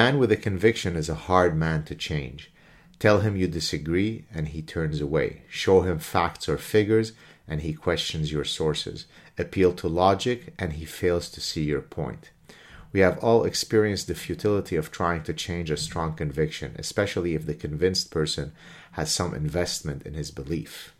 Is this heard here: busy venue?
no